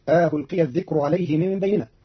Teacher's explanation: ألقي الذكر عليه من بيننا. قرأ قالون كلمة ألقي بتسهيل الهمزة الثانية بين بين مع إدخال ألف بين المحققة والمسهلة فتصير ألقي الذكر عليه من بيننا، وهي في لغة العربي للجمع بين اللغات.